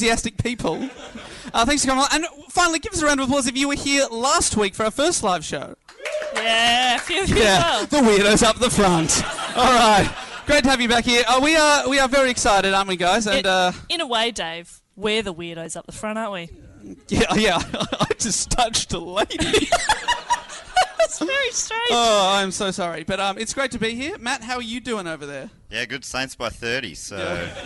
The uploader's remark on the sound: This super fun episode was recorded live at The Melbourne Comedy Festival.